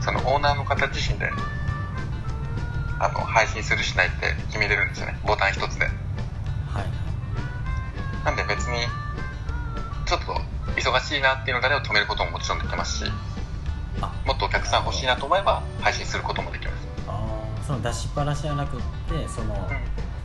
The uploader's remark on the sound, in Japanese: ベトナムと日本の国際電話の音声です